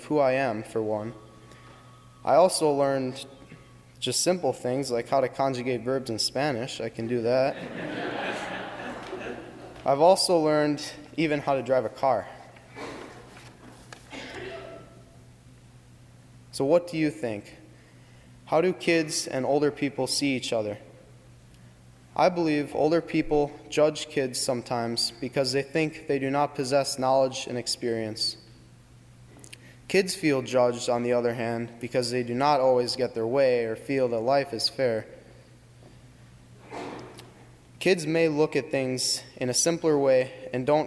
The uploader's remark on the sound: During the 8:30 AM and 11:00 AM services on Sunday February 11, 2018 as part of Youth Sunday, at First Presbyterian Church of Arlington Heights, Illinois.